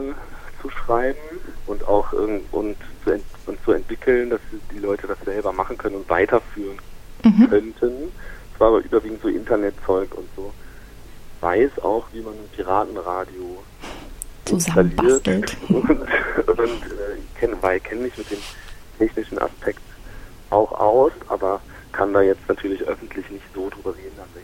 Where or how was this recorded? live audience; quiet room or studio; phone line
phone line